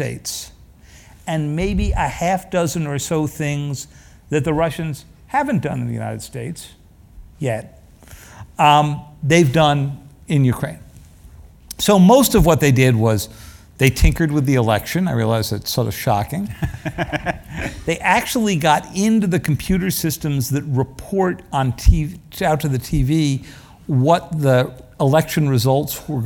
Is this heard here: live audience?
yes